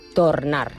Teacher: al País Valencià, què fan? La O es pronuncia tal qual i també pronuncien la R.